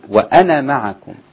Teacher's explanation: وإذا وقفتي يبقى لازم وأنا يبقى أثبت الألف وقفا وصلا لا. وأنا معكم كأن النون مفتوحة بعدها ميم على طول